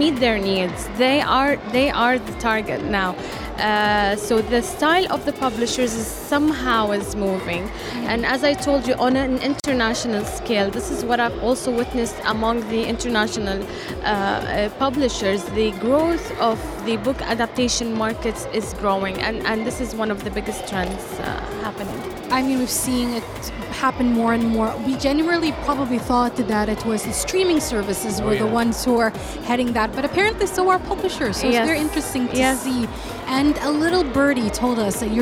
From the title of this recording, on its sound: Live at SIBF 2023